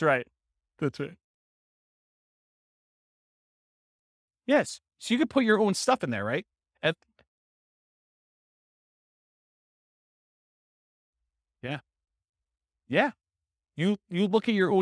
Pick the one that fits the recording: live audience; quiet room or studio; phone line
live audience